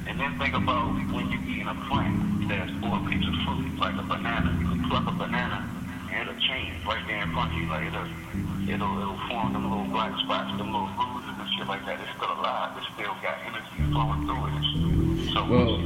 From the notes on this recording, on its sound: An elevated conversation over the phone